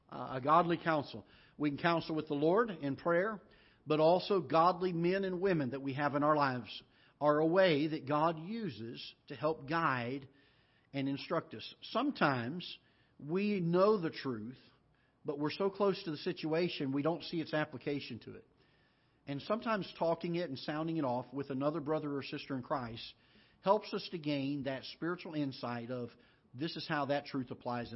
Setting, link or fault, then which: setting, large echoing room